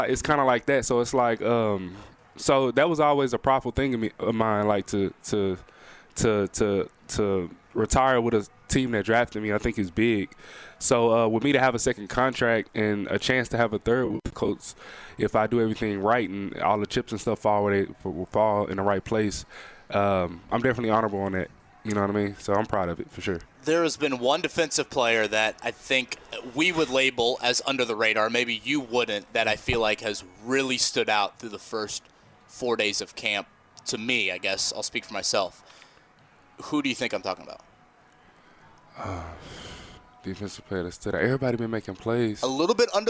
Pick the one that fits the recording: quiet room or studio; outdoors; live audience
outdoors